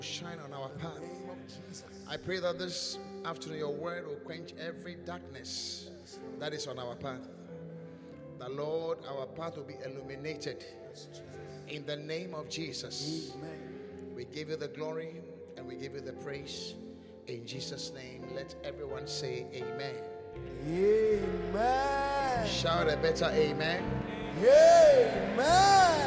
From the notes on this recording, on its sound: Encounter Service. Preached at the Qodesh.